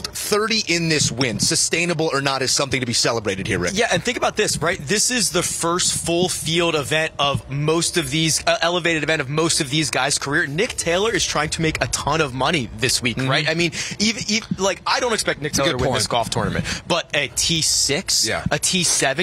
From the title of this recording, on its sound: Live From The WM Phoenix Open